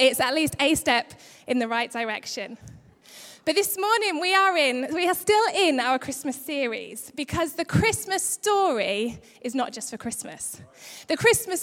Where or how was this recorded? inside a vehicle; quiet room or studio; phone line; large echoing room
large echoing room